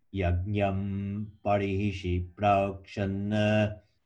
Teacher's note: The second one, yajnam parihishi prakshana, is pronounced ma because ba, the next letter ba, comes from your lips, yajnam. So the anuswara, this yajnam, also comes from your lips, which makes it ma.